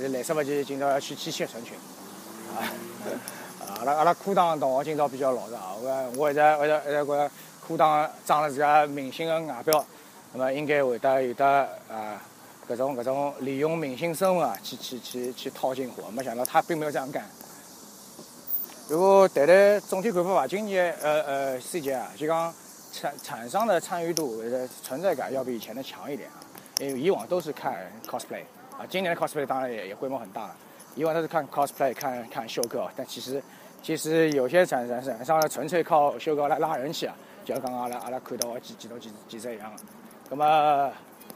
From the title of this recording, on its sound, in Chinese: China Joy 现场实况